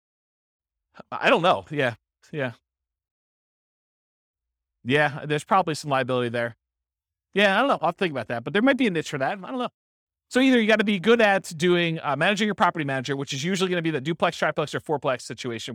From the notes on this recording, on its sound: This was a live class recorded